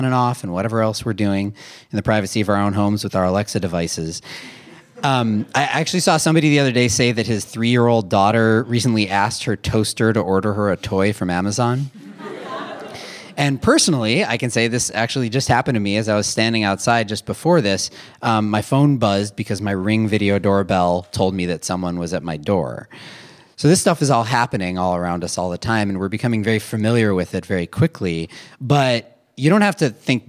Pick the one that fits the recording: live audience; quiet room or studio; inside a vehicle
live audience